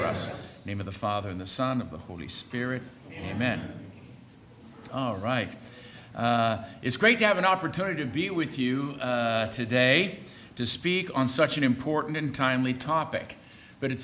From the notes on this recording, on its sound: On Saturday, participants were treated to a full day of talks, beginning with a lecture from College President